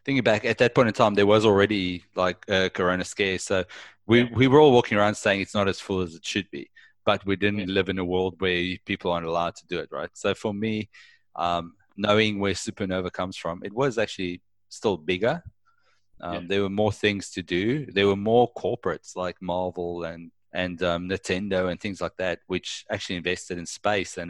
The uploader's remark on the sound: social distancing via ZOOM